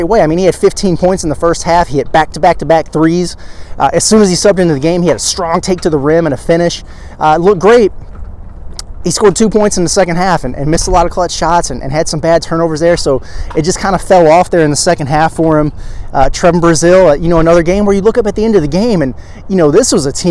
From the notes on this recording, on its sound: Live reaction and takeaways outside Simmons Bank Arena.